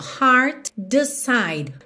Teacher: Você junta num som só. Heart decide, já que T e D são primos, muito próximos